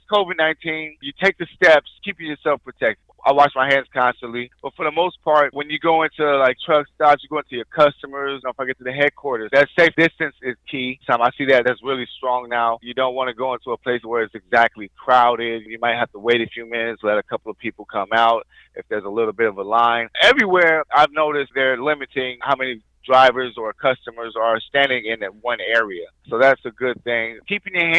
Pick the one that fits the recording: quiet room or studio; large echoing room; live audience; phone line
phone line